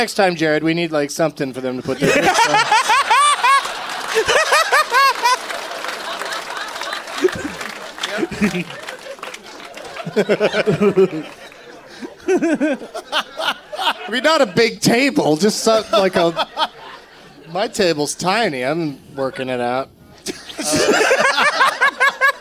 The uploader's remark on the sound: Live from The Comedy Attic in Bloomington,